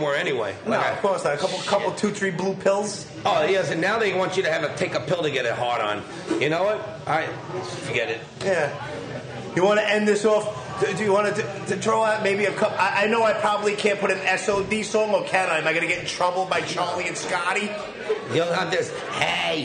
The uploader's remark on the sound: Recorded Live from the "Saint Vitus Bar" in Brooklyn.